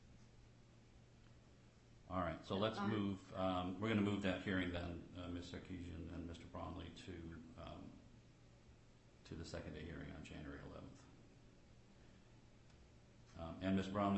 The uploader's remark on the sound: FTX/Alameda U.S. bankruptcy court hearing audio. Audio of the hearing on the bankruptcy court record.